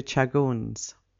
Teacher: The Racian-Romanian pronunciation of the initial sound as ch, as well as the fact that they put the stress on the second syllable, changed the word into Chagoons